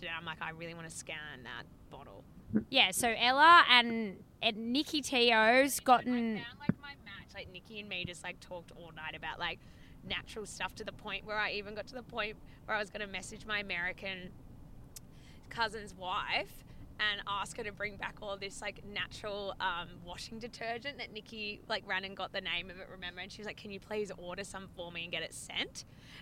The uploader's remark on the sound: WARNING - The audio on this one isn't fab - SO SORRY IN ADVANCE. We recorded in the car.